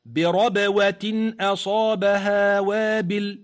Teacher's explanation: فالباء واضحة في الوسط ولكنها مقلقلة